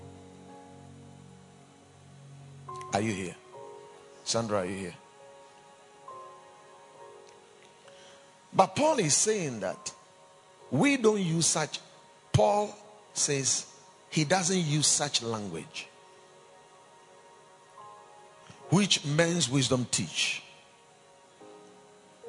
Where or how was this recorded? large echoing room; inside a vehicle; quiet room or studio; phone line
large echoing room